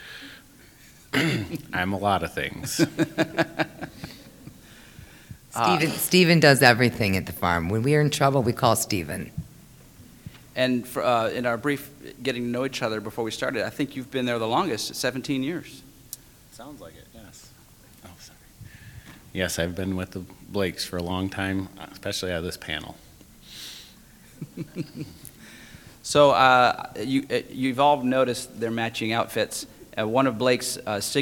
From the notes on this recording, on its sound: Live from Great Lakes EXPO. Three operations agreed to be interviewed and recorded for this live and in-person show.